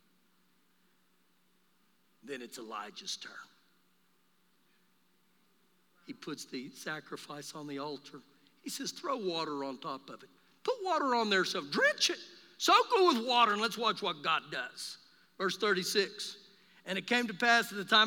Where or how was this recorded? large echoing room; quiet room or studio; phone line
large echoing room